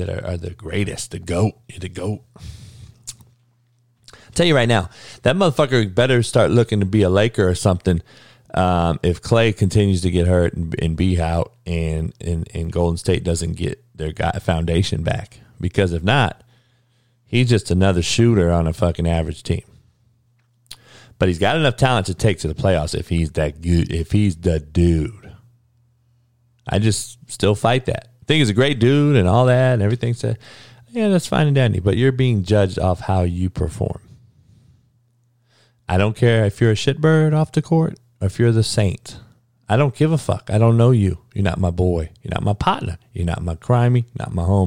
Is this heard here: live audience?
no